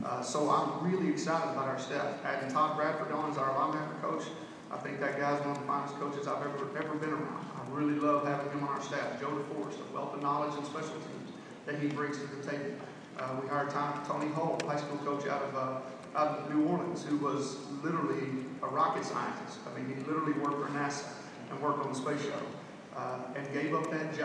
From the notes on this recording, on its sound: Q&A at Big 12 media days 2016